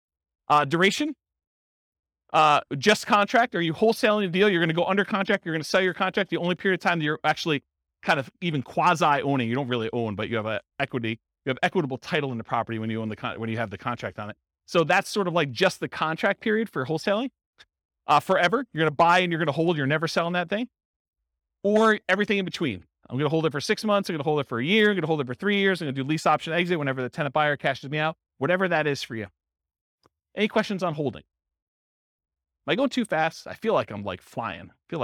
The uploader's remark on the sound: Real estate entrepreneurs in Garden Grove, California. This was a live class recorded to give investors a solid qualitative overview of all the different real estate investing strategies. The live in-person version.